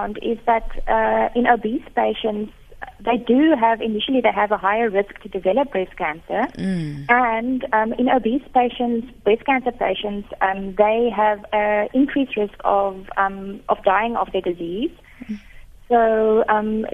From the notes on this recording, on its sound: GUEST (phone)